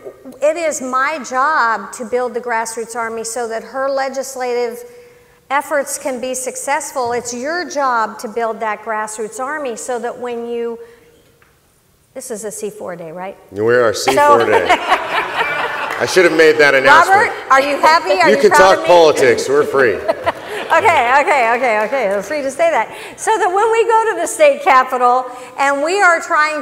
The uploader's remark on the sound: This panel workshop was part of the 2019 COS Leadership Summit held in Colonial Williamsburg.